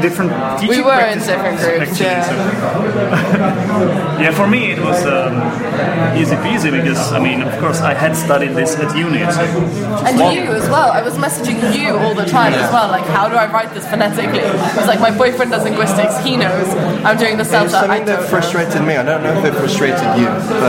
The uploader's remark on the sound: This is an interview with two native speakers from England recorded in a pub in Prague.